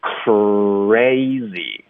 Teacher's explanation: 这个呢我们发 R 的时候要卷舌要嘟嘴